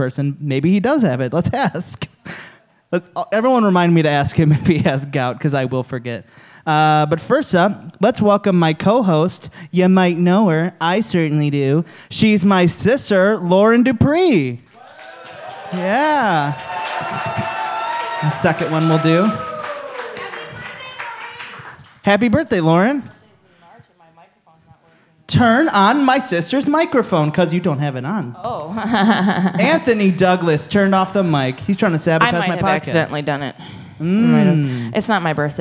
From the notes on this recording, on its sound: LIVE at The Planet Ant Podcasts Launch Party. To celebrate, we went live at Ant Hall!